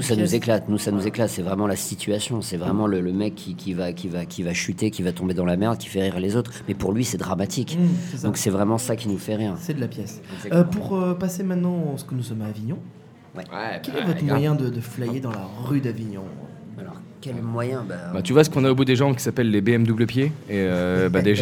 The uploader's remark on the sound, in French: Nous enregistrons cette émissions dans les coulisses du bestoff d&#39;avignon. Nous enregistrons cette émissions dans les coulisses du bestoff d'avignon.